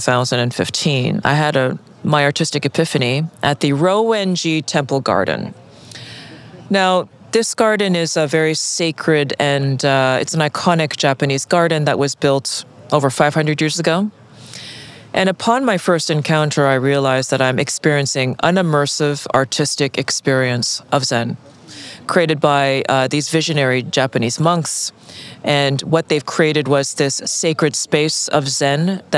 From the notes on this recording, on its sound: on location at Art Miami